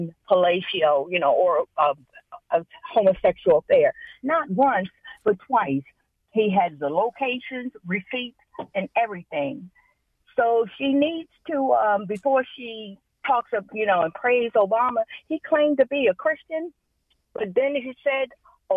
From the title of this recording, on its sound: Open Phone Friday